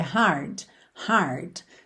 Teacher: Que o carioca, eu falo por experiência, porque sou carioca, a gente tem uma tendência a alongar essa última sílaba e caprichando ainda mais, assim, hard, de, alongando muito. Gente, não tem vogal, não tem um i depois desse d, então não pode ser g, é hard, hard, tá?